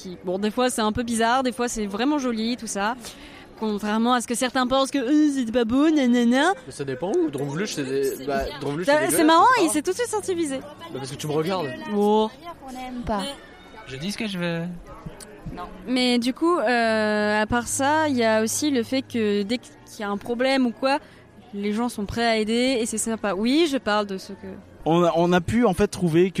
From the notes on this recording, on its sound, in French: Reportage DEPUIS Efteling, le parc qui bouscule Disney !